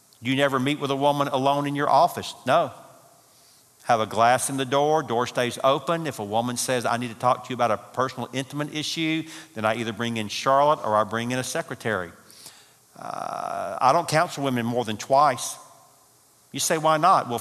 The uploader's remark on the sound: Marriage Conference - Session 3 (Audio). From the 2018 marriage conference hosted at Parkwood.